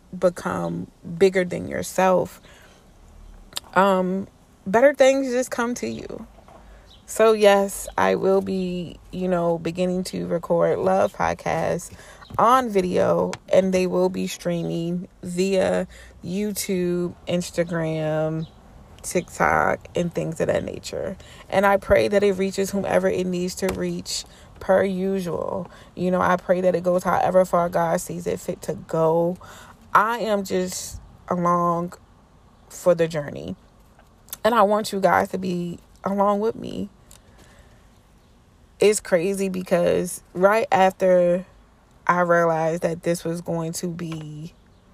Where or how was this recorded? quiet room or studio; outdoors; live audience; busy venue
outdoors